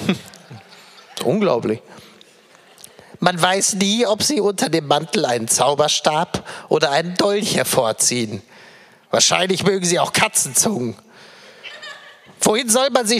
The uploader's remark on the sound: LIVE AUS HAMBURG. Live on Stage in Hamburg.